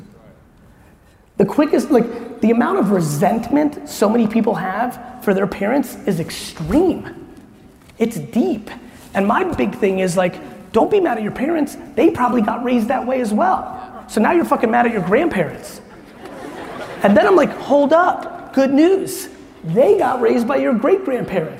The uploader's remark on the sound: Todays episode is at a keynote that I gave in El Paso, Texas